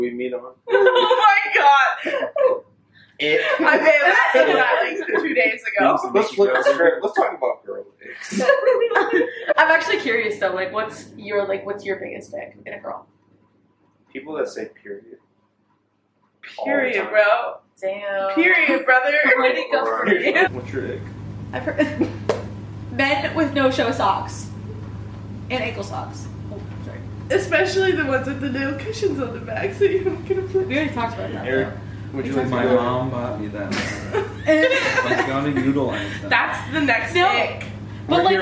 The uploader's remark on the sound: Forgive the audio in this episode, I accidentally deleted the good audio. Now we all just kind of look goofy holding mics lmao.